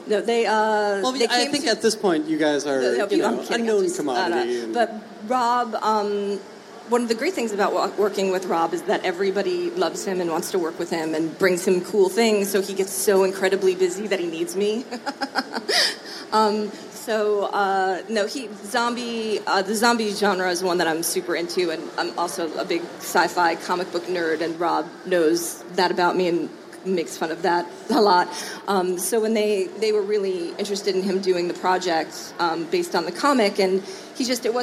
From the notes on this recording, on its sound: SXSW. Take questions from the audience.